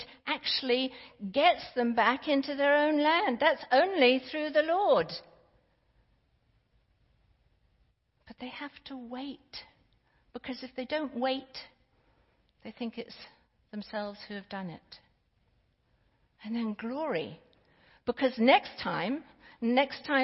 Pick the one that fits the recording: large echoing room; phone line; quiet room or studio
large echoing room